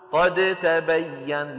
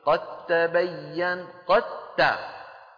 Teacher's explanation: بل ندغم الدال في التاء · Shown in: second take